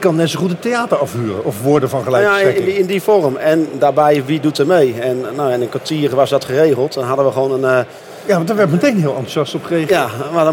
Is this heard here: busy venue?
yes